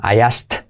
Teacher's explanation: pero en realidad los nativos en pasado la K la omiten.